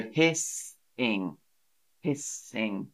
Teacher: So the S is like S without any voice behind it. It's just the air.